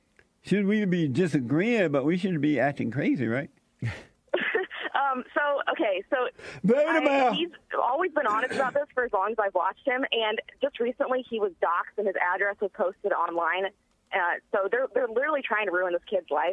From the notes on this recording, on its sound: Someone called